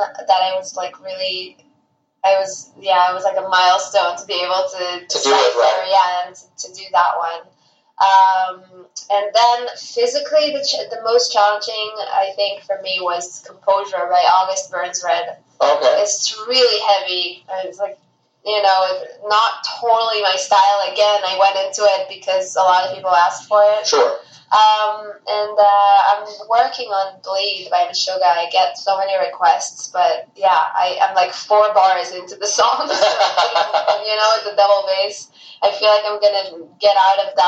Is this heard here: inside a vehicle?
yes